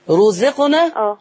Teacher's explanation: مكسوره ماشي طب الذي يرزقنا الراء هنا هو تخبرها ايه رزقنا رو هنا مضمومه مفخمه لان ما فيش قبلها حاجه مفخمه